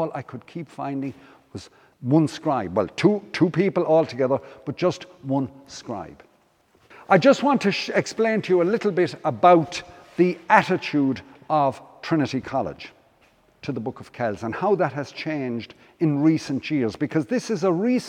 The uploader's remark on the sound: Came back to Killaloe in July to give a talk. Presentation took place as part of Feile Brian Boru Festival at St Flannan’s Cathedral.